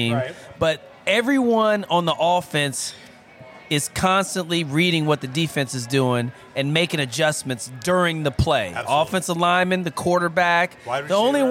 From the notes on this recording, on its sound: Recorded LIVE at DC Prime Steaks and Seafood in Ashburn, VA.